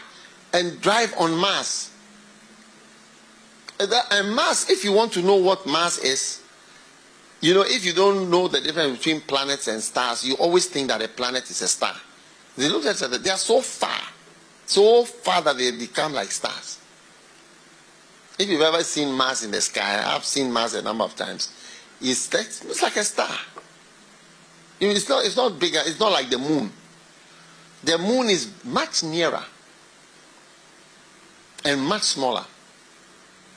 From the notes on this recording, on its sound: Preached at the FLOW Church Service.